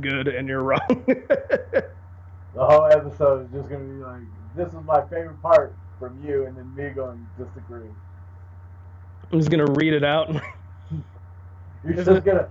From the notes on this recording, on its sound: I want to apologies for both the audio quality and the fact that it’s not heavily edited as I’ve got to get ready to head out of town for the weekend.